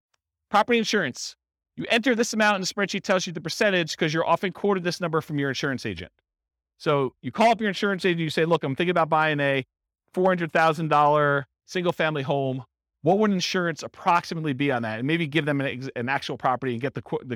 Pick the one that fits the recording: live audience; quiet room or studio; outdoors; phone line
live audience